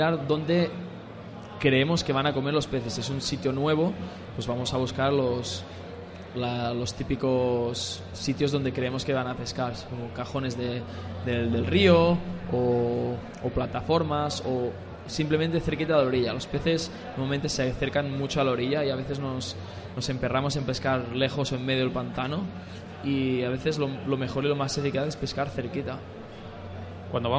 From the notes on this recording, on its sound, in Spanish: desde Carpmadrid en Directo